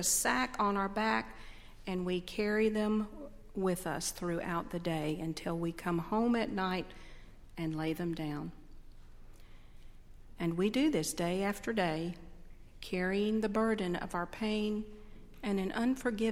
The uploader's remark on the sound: on Sunday, November 11, 2012, at Highland Baptist Church.